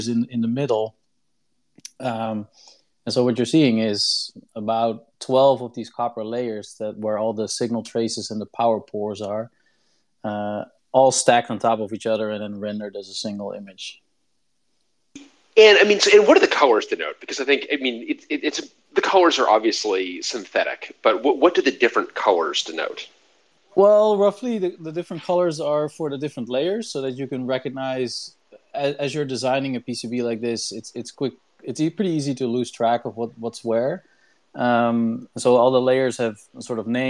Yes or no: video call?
yes